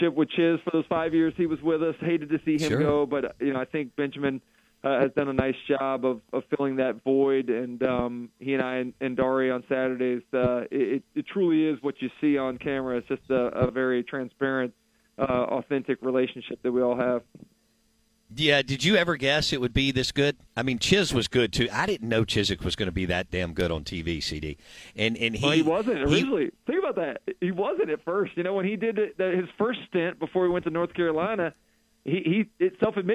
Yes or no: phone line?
yes